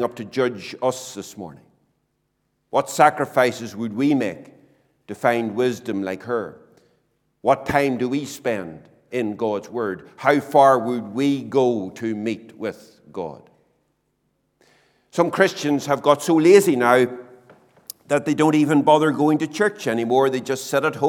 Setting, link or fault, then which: setting, large echoing room